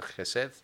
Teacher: H E S E D is kind of the transliteration of it, where the H is a ch sound and the D is kind of a th sound